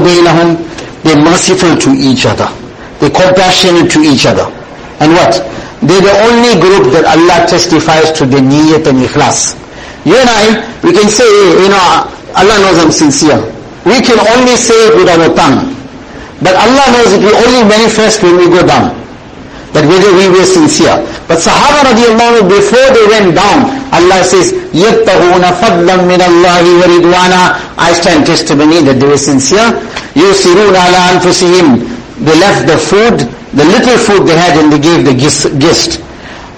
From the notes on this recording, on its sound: Jumuah lecture